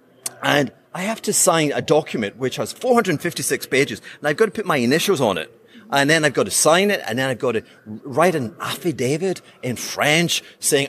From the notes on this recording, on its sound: Here is a behind the scenes interview I gave at the Bitcoin conference in Amsterdam.